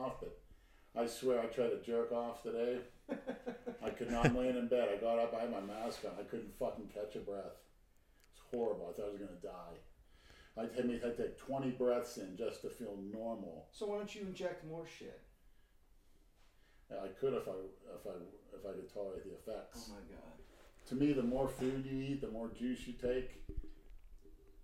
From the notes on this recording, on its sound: We apologize if the sound levels aren't ideal or if there's some echoing. We're still in the process of perfecting the technical side of everything.